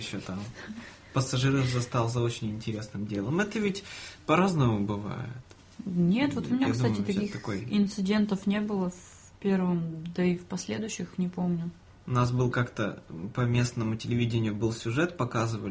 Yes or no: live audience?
no